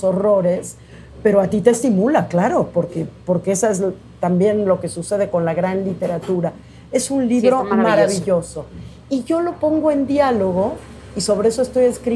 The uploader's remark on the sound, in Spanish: En este capítulo especial grabado desde Clarice Café y Literatura